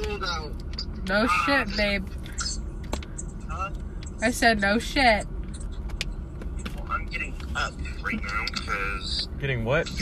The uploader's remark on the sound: Hanging out with friends in my car before school starts.